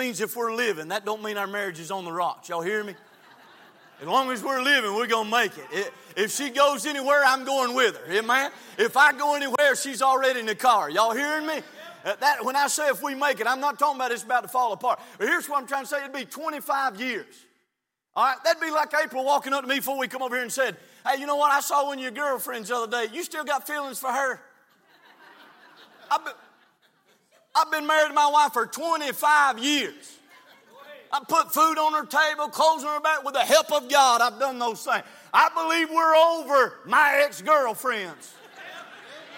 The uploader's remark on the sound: from the pulpit of Calvary Baptist Church